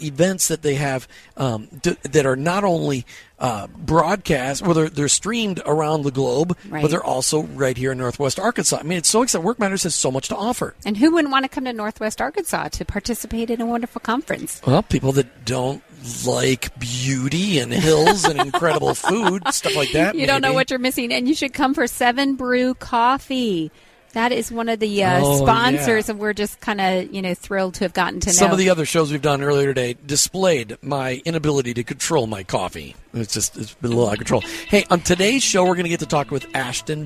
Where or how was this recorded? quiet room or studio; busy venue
busy venue